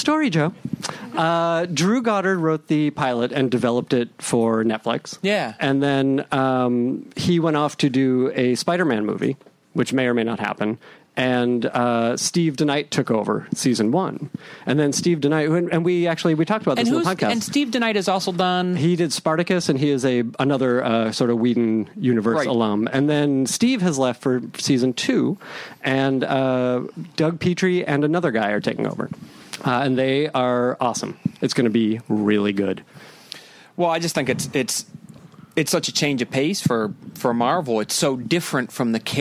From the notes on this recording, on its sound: Recorded at Brookline Booksmith in Brookline, Massachusetts on November 14, 2015.